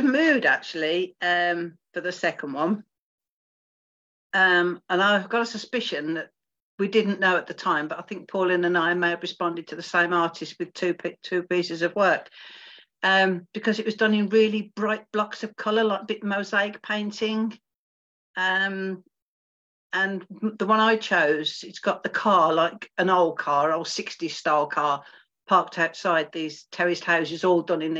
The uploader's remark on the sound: Live Zoom Book Launch